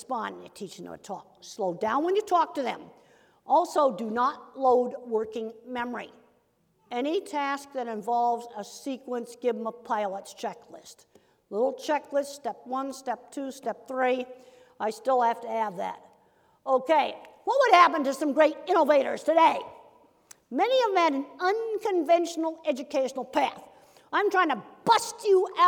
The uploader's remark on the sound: As part of the University of Washington Graduate School lecture series Equity and Difference: Rights.